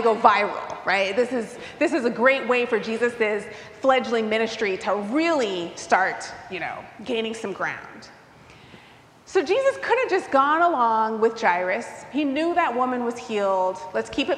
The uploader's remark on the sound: recorded live at the 10:00am service on Sunday, September 10, 2023.